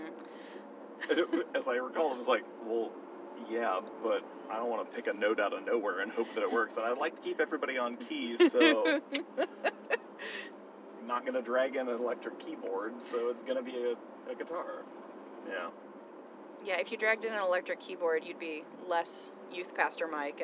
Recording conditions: inside a vehicle